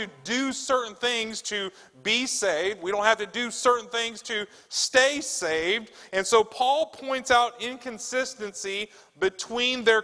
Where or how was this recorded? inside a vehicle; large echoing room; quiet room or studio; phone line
large echoing room